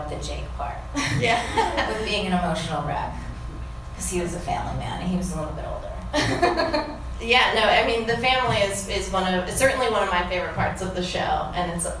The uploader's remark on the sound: Podcast studio in her bedroom for a live episode at the beautiful Ace Hotel downtown in front of more human beings. Sings her cover version live for the audience.